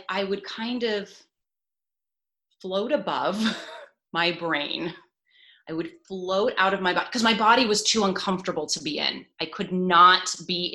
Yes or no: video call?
yes